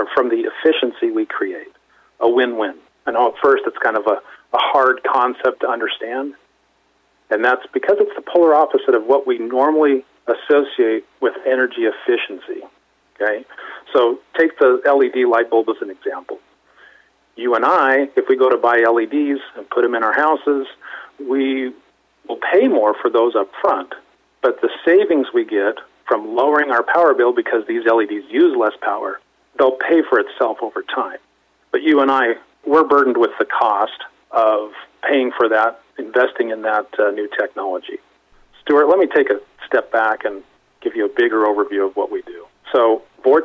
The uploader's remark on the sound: called in to SmallCapVoice